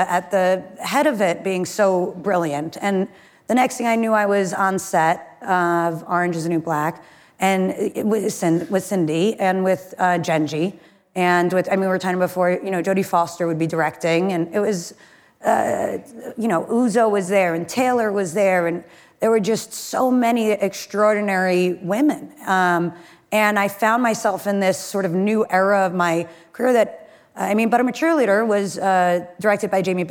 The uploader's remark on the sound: Live at Code 2019